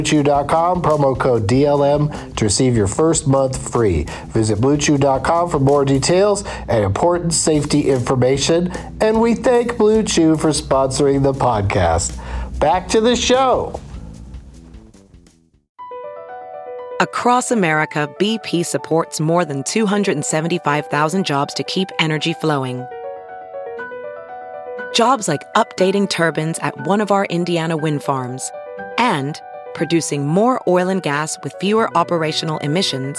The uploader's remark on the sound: Rental Car XV. While driving to the airport.